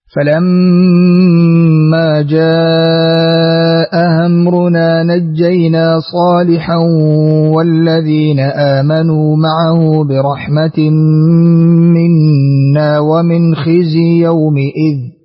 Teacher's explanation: قنبل بالتوسط في جاء مع تسهيل الهمزة الثانية · نعطف هشام بالتوسط وتحقيق الهمزتين